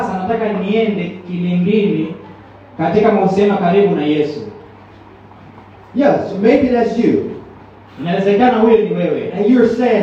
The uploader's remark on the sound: preached at a great church in Zanzibar, Tanzania